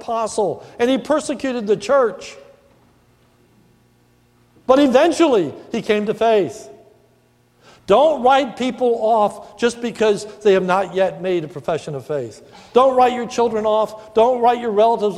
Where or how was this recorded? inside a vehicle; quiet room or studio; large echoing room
large echoing room